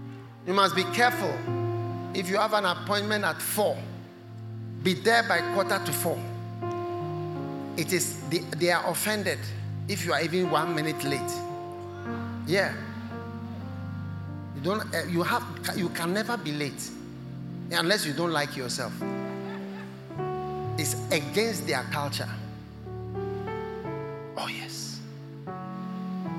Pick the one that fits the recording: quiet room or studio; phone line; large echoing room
large echoing room